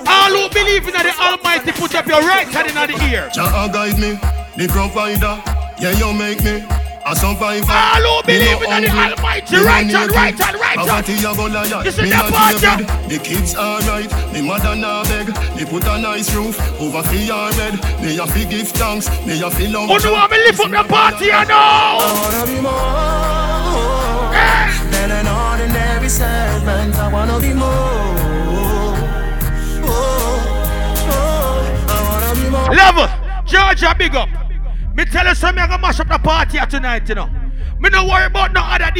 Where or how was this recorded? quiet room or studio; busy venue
busy venue